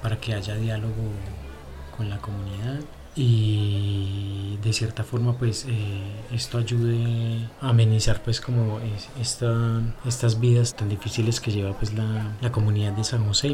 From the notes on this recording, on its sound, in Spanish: hoy los saludamos desde la plaza de mercado de Manizales